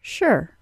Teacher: a secondary American pronunciation of simply an SH sound followed by their symbol for schwa plus R